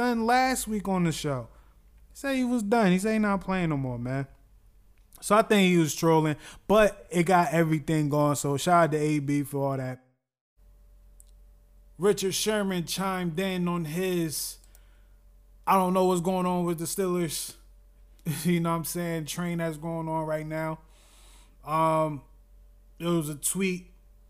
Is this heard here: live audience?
no